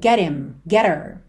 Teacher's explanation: Mas quando a gente tem ali uma palavra terminada em T, e logo depois him, her, pelo H tem um som fraquinho, esse h, muitas vezes ele acaba sendo suprimido e a gente liga no T